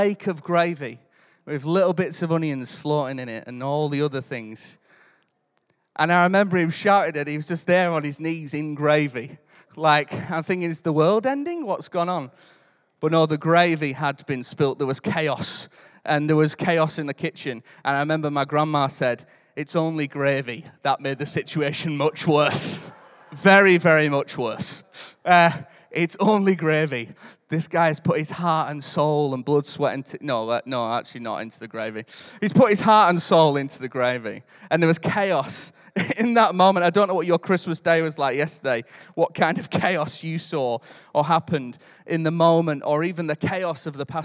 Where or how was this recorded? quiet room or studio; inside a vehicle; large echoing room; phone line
large echoing room